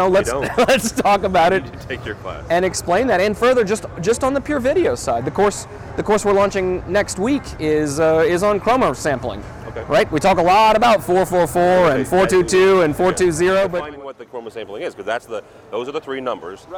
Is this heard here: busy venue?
yes